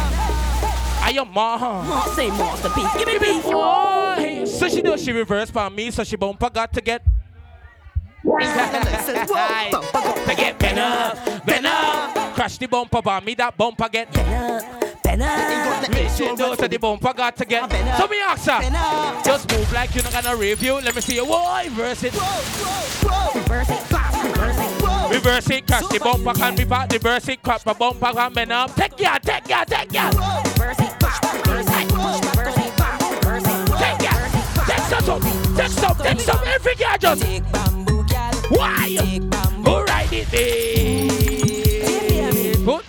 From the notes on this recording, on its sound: GALLOWEEN 2023 LIVE AUDIO. Live Audio from GSB Entertainment's event Galloween.